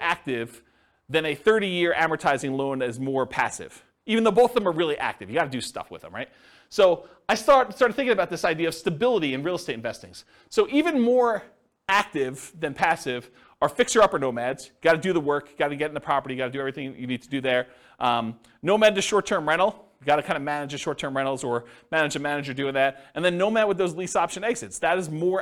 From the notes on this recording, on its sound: This was a live class recorded